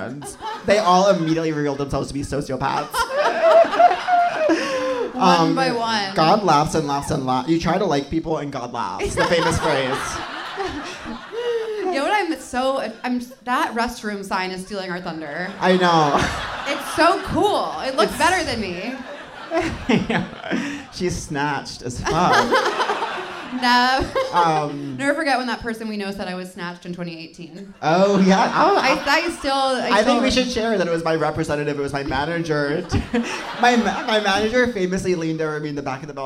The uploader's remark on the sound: Seek Treatment Live: Teragram Ballroom. Answer more letters for help live in Los Angeles.